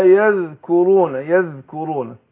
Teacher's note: الزال طبعا بتخرج ظهر طرف اللسان مع الطرف الثنائي العليا